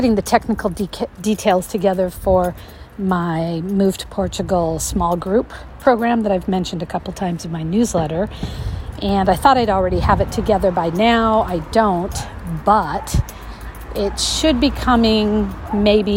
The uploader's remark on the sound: Audio vignette featuring neighborhood sounds, talk of poetry, and small group sessions.